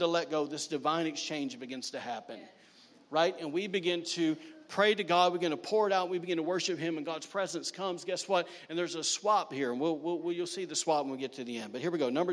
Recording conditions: large echoing room